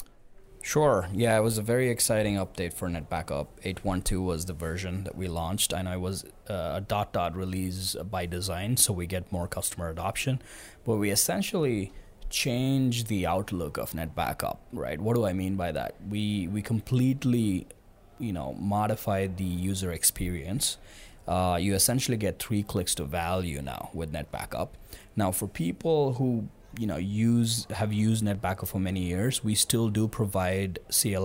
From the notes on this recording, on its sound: live from Vision Solution Day (VSD) Madrid #VtasVision